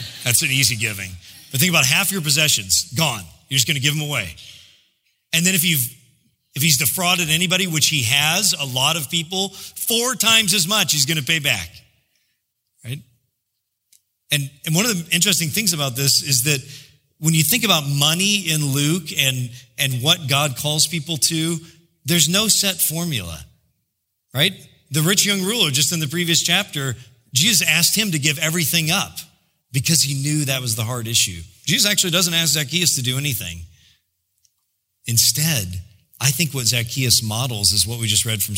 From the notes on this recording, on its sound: preached in July 2016 at Sojourn J-Town